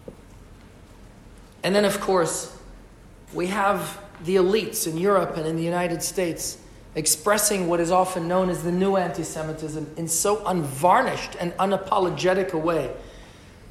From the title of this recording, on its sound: LIVE from Westminster addressing Parliament